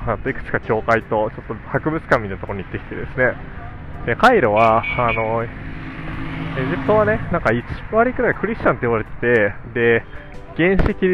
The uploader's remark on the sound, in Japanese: カイロの街を歩きながら。